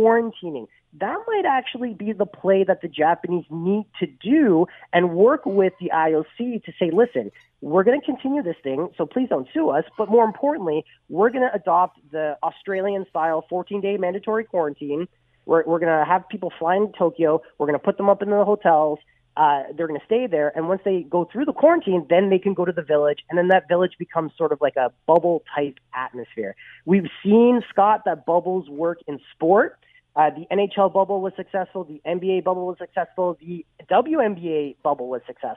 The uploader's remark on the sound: Opens the phone lines.